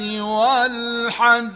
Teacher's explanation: جیم که تشدید داره و بر اون وقف شد صدای قوی تری داره نسبت به جیمی که ساکن باشه و بر اون وقف بشه · Term: قلقله